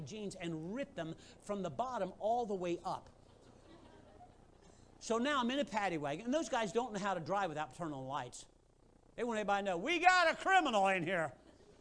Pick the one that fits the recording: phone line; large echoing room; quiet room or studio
large echoing room